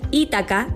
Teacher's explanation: en español se pronuncia habitualmente como palabra esdrújula, de acuerdo con el étimo latino, por lo que se debe escribir con tilde en la I.